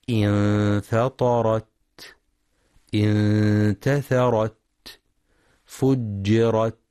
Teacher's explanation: ينتبه القارئ للتاء المفتوحة فلا يقرأ بترك الهمس